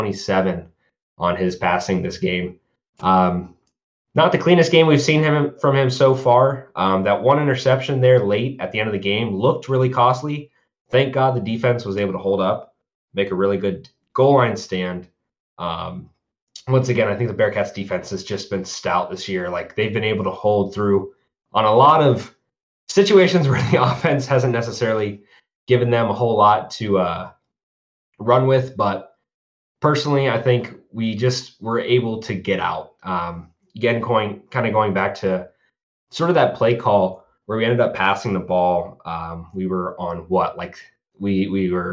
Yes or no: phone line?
no